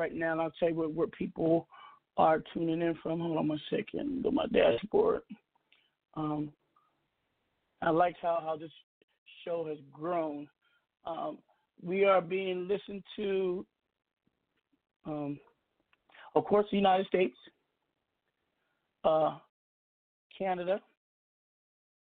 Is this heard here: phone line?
yes